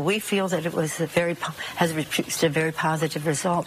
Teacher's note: You notice how breathy she is? Like she's really out of breath.